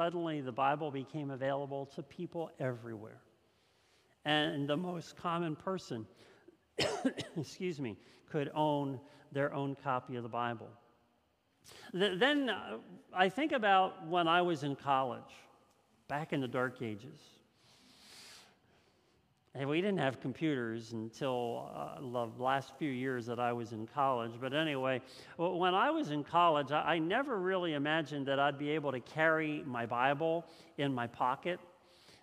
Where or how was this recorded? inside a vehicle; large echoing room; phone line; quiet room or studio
large echoing room